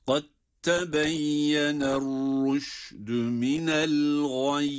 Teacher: Kad tebeyyene İdgam-ı mütecanisein, yani dal harfi ta harfine idgam edilerek